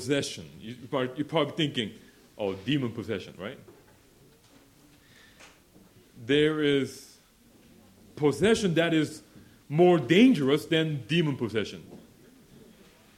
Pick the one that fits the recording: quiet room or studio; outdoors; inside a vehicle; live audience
live audience